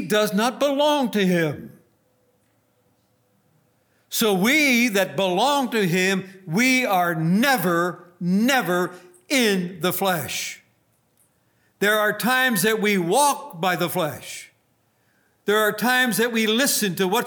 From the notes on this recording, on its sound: Recorded on November 3, 2019, at Grace Bible Fellowship in Front Royal, VA.